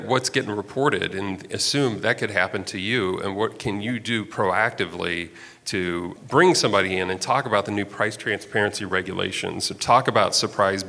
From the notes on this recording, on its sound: Live from HFMA's Annual Conference.